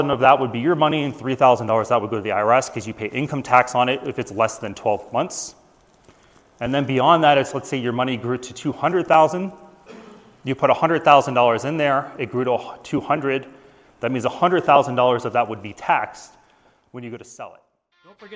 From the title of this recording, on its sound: Live from AVMA 2023